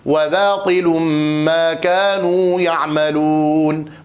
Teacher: ينبغي الحذر من تفخيم الباء والألف بعدها في كلمة باطل